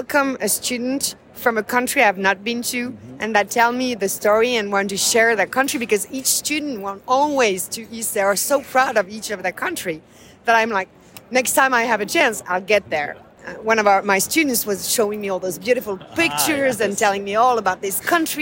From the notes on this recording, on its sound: Live from the NAFSA Annual Conference 2022! Live from the NAFSA Conference Expo Hall floor in Denver, Colorado.